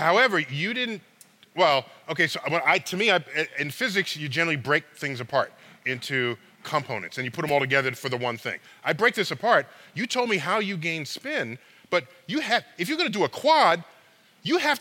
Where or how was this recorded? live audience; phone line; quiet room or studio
live audience